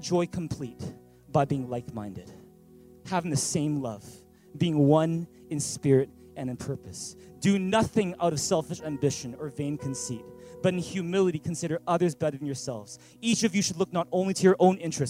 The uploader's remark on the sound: At Thrive ChurchVancouver, Canada.